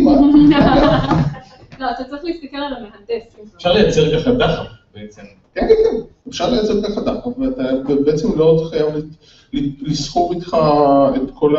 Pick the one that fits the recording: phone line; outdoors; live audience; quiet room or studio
live audience